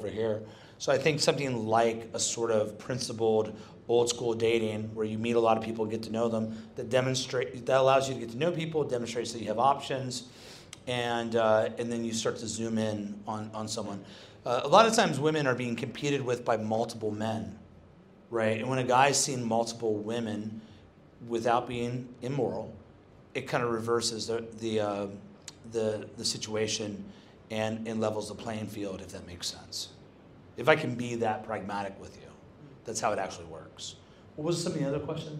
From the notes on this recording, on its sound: hosted on the night before Stand Firm Conference 2023 at a bespoke Men's Muster held in Fortitude Valley, Brisbane.